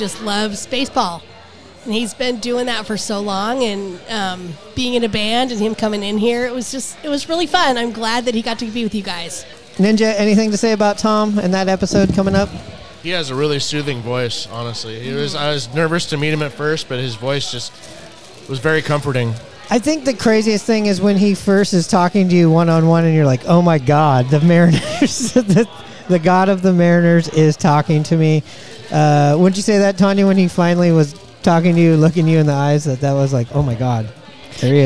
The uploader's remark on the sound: Recorded at Murphy's Pub in Wallingford!